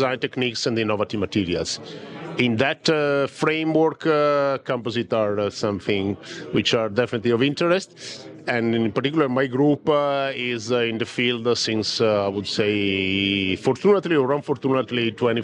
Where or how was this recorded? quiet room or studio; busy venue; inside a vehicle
busy venue